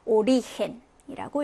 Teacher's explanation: 아, 그러니까 끝에서 두 번째 음절에 강세가 오게 되죠.